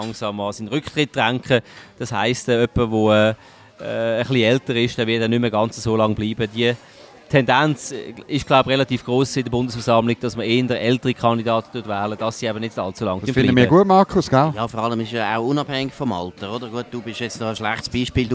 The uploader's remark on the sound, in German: Live aus der Bellevue-Bar